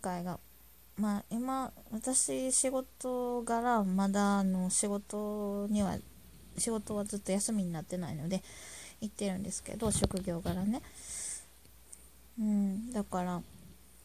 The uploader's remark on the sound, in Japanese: 雑音あり。音量注意。